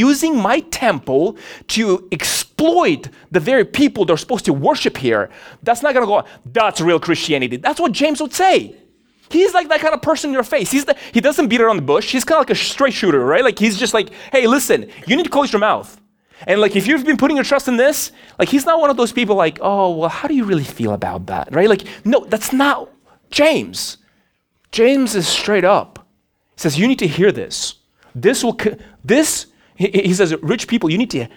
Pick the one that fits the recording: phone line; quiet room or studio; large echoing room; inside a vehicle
large echoing room